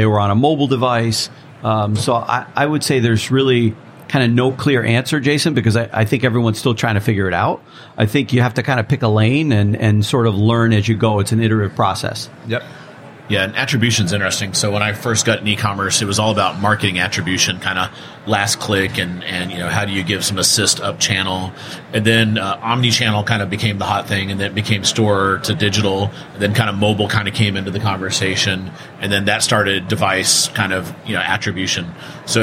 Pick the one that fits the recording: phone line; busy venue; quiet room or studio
busy venue